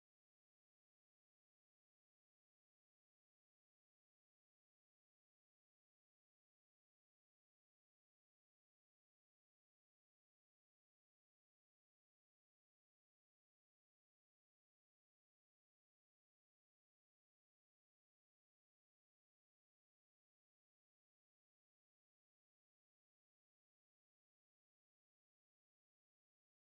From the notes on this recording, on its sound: live from College Green